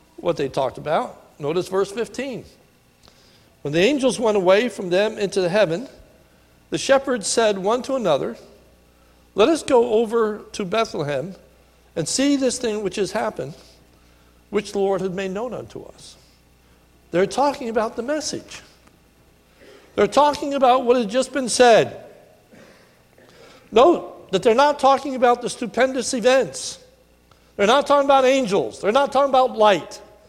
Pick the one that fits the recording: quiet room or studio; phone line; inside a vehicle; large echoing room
large echoing room